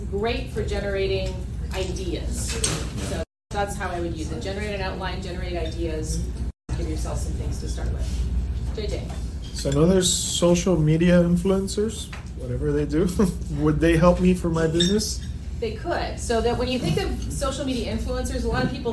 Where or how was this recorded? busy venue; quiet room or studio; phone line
busy venue